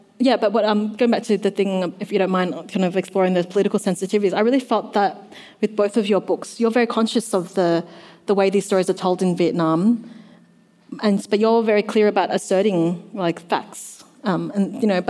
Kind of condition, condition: setting, live audience